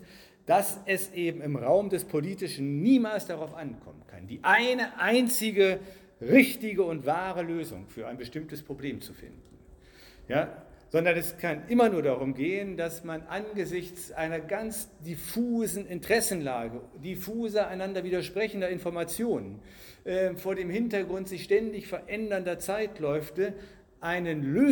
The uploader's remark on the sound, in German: Ihr hört den zweiten Teil des Festvortrages zum 100jährigen Bestehen der Winfriedschule Fulda (Gymnasium).